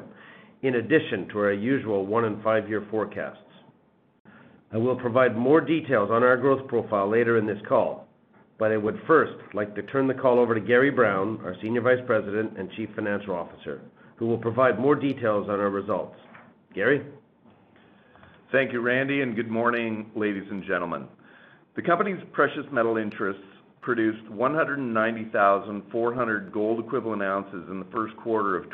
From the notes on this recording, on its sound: First quarter 2021 earnings call for Wheaton Precious Metals Corp.